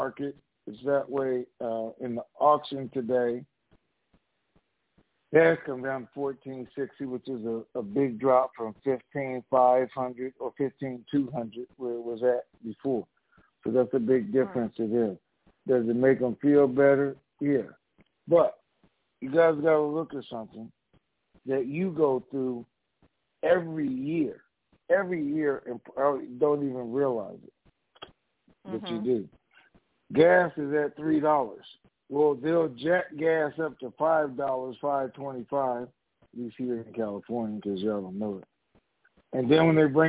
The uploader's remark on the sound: TNTSuperfantastic Conference Call.